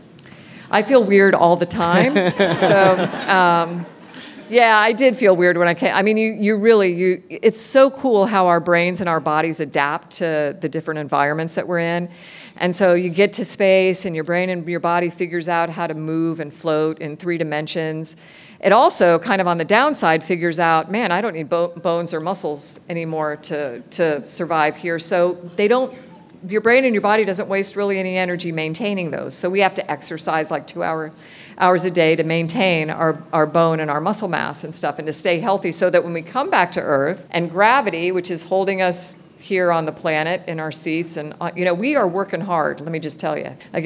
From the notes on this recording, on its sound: fields questions from kids at a live taping Friday from the Orlando Science Center